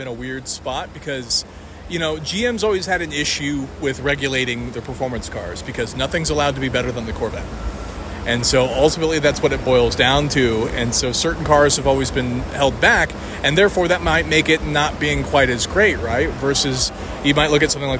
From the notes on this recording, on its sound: Tormenting Tarmac live from Barrett Jackson Day 1. Throughout the week, I will be dropping some shorter episodes from Scottsdale.